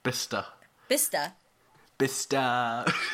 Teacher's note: your ER does not sound the same way that I say it. Your ER sounds like an A.